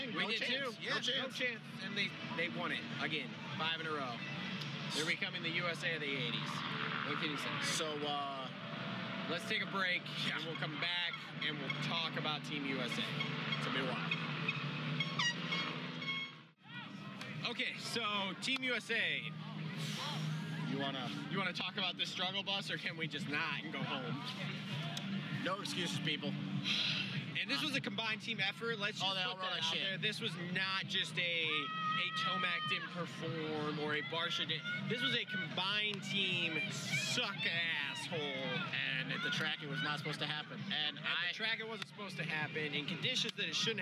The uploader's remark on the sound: Coming to you live immediately post race from the 2018 MXoN at Redbud